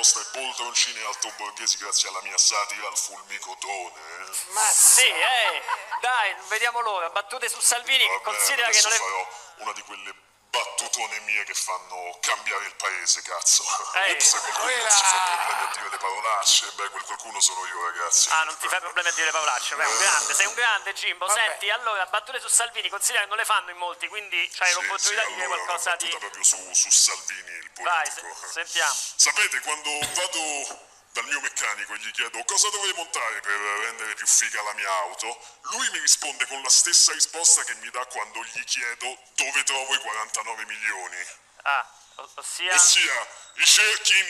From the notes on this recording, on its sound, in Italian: Al telefono in questa puntata